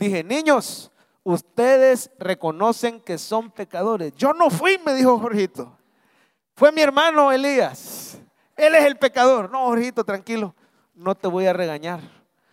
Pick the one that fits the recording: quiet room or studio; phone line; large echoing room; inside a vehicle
large echoing room